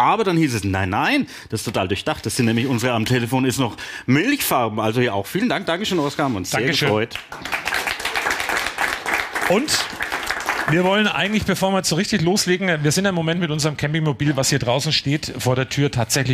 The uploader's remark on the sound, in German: Während ihrer Wohnmobil-Tour haben die beiden. Eine Podcast-Folge live vor Publikum aufgenommen. Die Location war auch besonders - unterm Zollinger Dach am Coburger Güterbahnhofgelände war der Aufzeichnungsort. Dort begrüßten die zwei rund 30 Zuhörer und Zuhörerinnen.